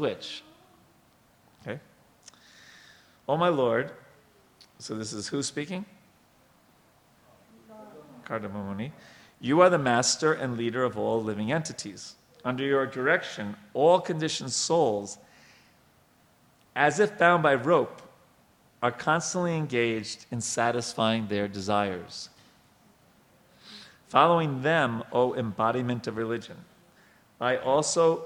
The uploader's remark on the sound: Lectures on the Srimad Bhagavatam are held on Sunday mornings at our temple.